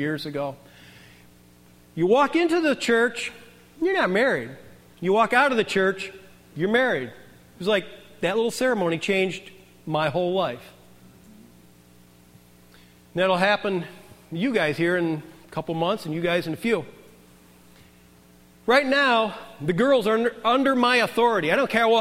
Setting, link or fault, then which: setting, large echoing room